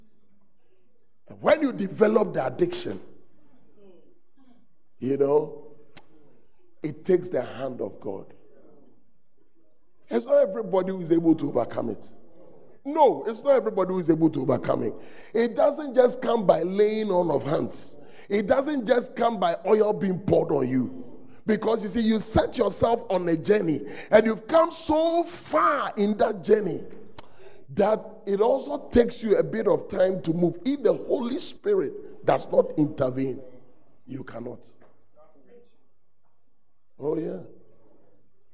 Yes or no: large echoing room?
yes